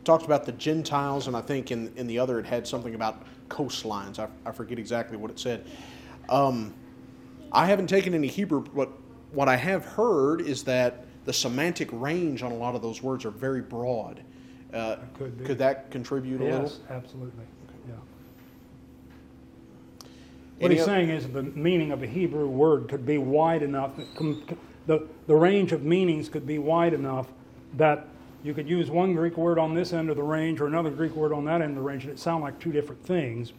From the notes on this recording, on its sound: questions and comments from the audience